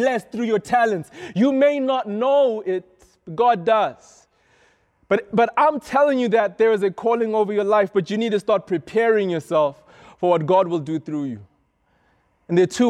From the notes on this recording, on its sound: This is a sermon I preached at Rhema Youth